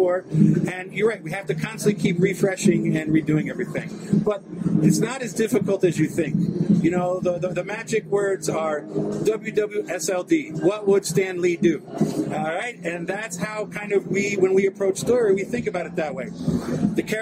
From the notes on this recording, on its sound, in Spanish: Estuvo en el stand de Panini Cómics México.